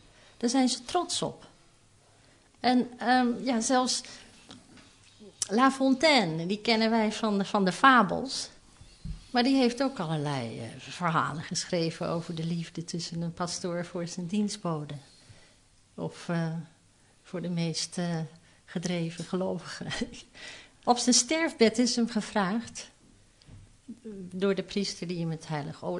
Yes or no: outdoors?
no